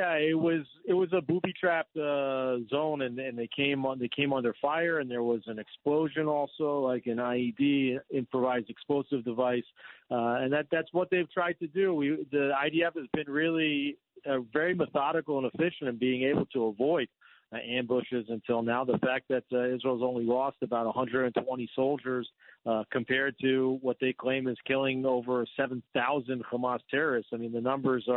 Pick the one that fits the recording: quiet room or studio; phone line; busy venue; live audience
phone line